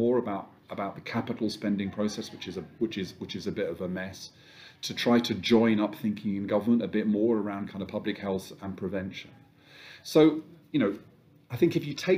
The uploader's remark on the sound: Live from Confed